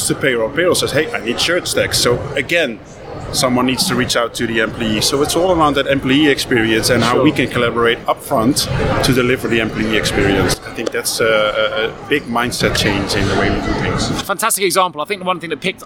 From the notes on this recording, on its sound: Recorded Live at the American Payroll Association Congress 2019 in Long Beach, California. It was a privilege to have the opportunity to meet with him face-to-face.